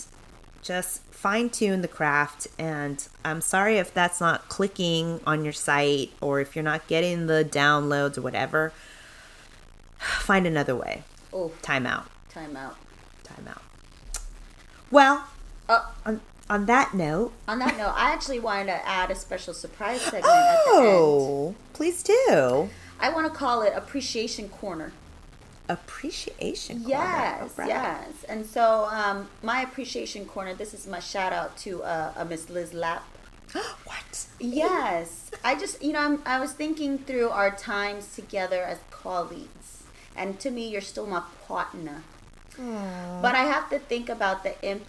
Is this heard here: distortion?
yes